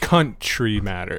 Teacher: the accent is definitely on the first syllable of country